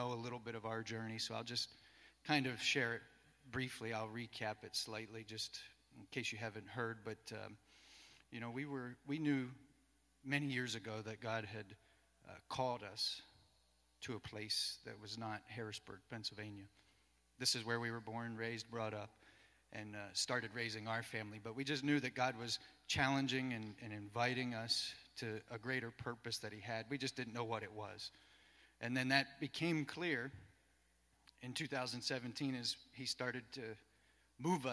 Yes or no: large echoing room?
yes